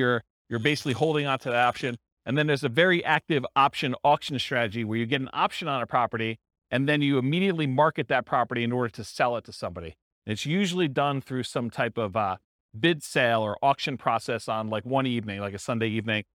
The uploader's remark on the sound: This was a live class recorded